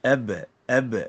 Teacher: Huruf ba, kalau mati dia ada qalqalah.